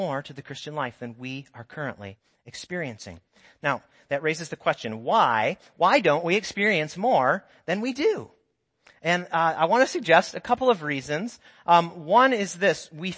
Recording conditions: large echoing room